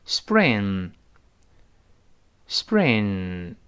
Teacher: I'dlike，大声来一遍，I'dlike。I'dlike，哎，I，哎，点一下再读 like。I'd like 那个 like 还是提醒舌尖往前指是 like 粘出来的，不要读 like 啊。I'd like tohave，就，就是什么呢？Springrose，就是春卷儿。那单数就 spring roll 就好了，啊。注意这个春天不要读 spring。我们知道在 s 后面，呃，重读的时候呢，这个清辅音一般要浊化。你像 spring 不对，要读成 spring， spring 后面轻轻的是 b，b，不是 p